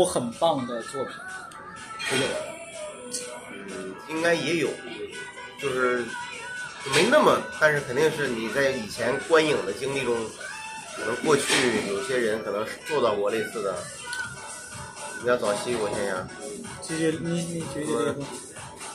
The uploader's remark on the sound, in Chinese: 先是在饭桌上聊起我这个想法来，继而就忽然觉得“不如就现在试试吧！”。多年来一直随身携带录音设备的我偏偏那天忘带了录音机，于是就把一部手机摆在了饭桌上，后来发现竟然也还能听清。那天我们一直吃到饭馆关门，大家在音频里还能听到店伙计催促我们离开的声音。与棚内录制的谈话节目相比，确实有点不一样的现场感。